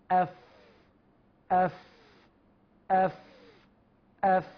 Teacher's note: الفاء تخرج من بطن الشفة السفلى مع أطراف الثنايا العليا